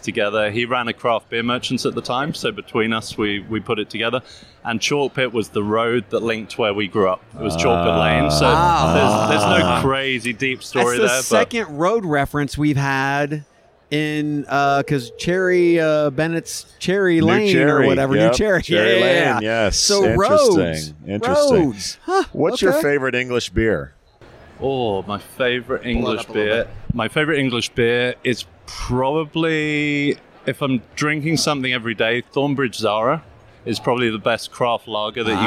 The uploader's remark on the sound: Live from UNLEASH America in Las Vegas